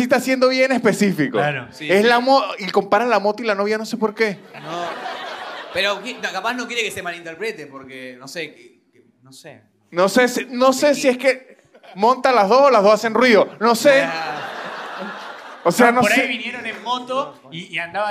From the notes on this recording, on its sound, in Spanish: Un episodio grabado en vivo en el teatro picadero.